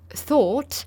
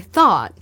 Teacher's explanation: My accent, my lips like to spread a little bit. My tongue likes to flatten a little bit. · Shown in: second take · And so it just makes sense that I'm not going to say thought.